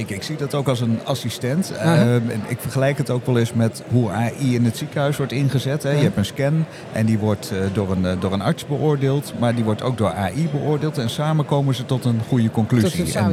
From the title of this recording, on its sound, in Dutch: Live vanaf de SURF onderwijsdagen